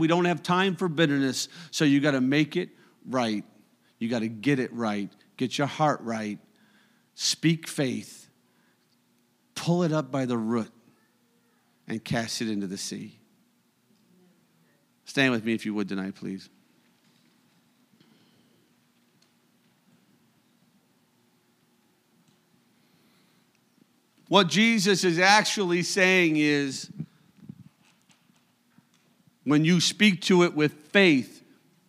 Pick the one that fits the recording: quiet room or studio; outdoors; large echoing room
large echoing room